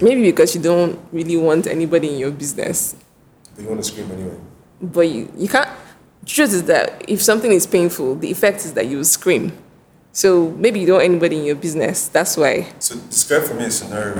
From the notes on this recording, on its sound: Recorded at the venue of her exhibition (Retro Africa)